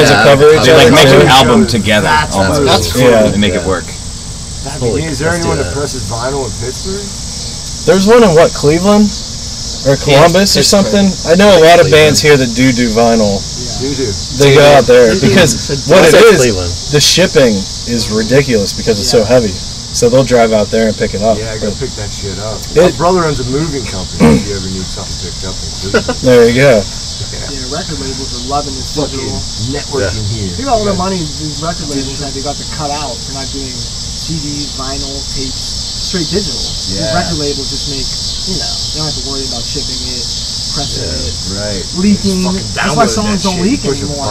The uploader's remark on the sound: sorry for the poor audio.